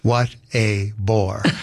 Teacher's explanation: What is a cretic? It's a stressed syllable followed by an unstressed and a stressed.